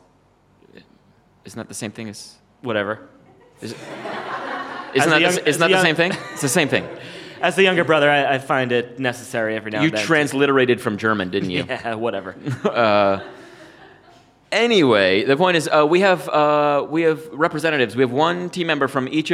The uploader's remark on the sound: "piffle!" is recorded live at the Comedy Café Berlin in Berlin, Germany.